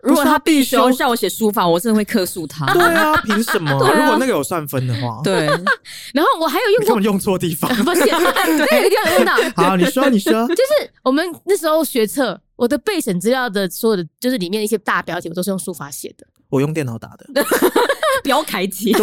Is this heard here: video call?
no